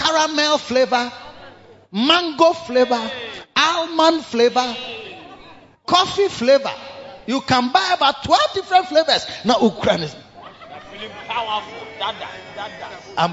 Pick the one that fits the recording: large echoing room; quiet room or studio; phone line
large echoing room